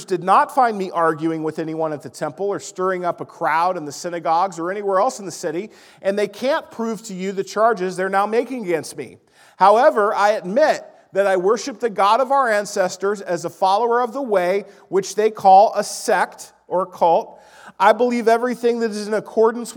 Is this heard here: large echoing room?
yes